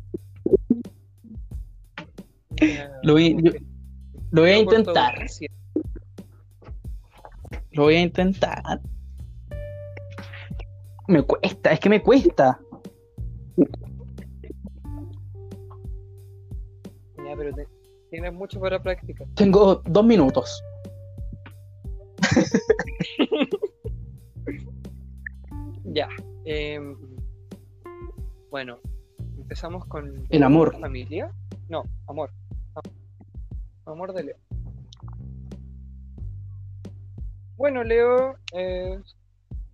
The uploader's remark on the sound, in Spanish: Perdón por la mala conexión